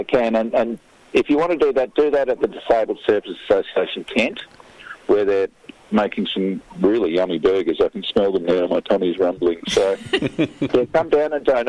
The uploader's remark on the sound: Joins the show over the phone from Sorrento Back Beach.